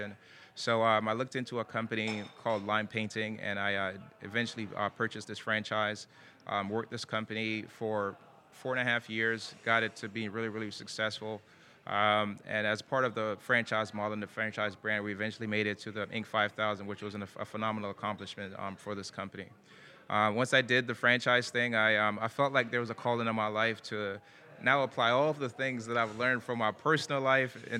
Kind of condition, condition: setting, busy venue